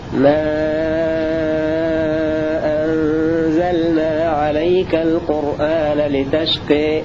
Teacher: قراءة حمزة بالمد المشبع مع الإمالة